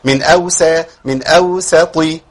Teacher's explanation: والطاء عندي مكسوره ضعيفه لكن برضو مش بالضعف اللي هو يوصلها للتاء